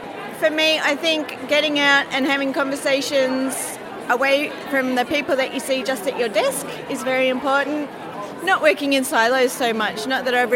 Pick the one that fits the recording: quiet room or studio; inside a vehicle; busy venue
busy venue